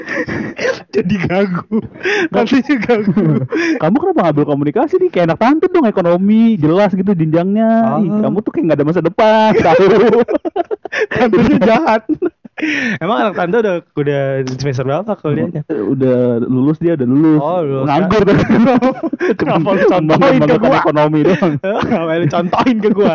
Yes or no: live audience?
no